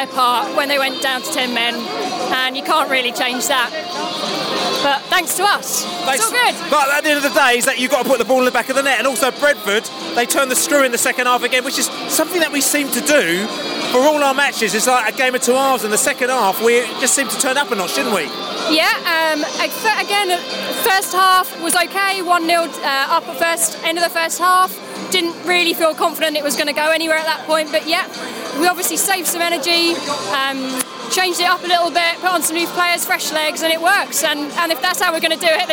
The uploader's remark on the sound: Post-Match podcast from the pub